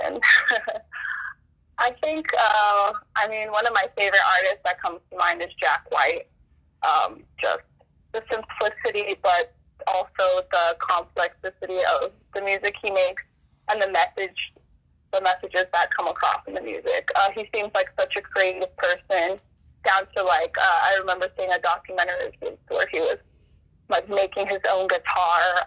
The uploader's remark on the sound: Phone interview